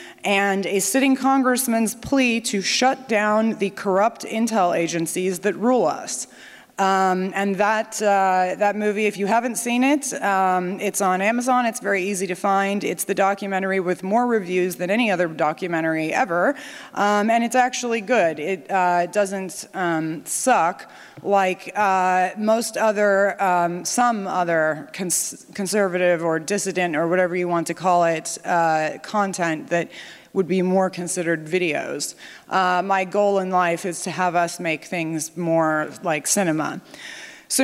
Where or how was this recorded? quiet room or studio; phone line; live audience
live audience